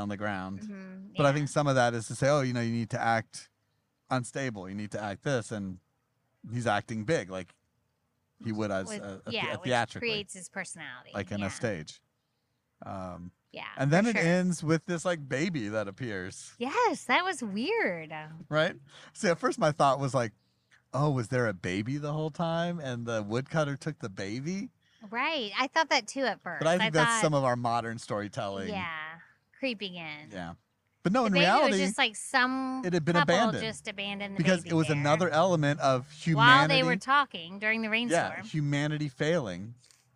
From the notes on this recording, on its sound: This episode was recorded at New World Brewery in Tampa, Florida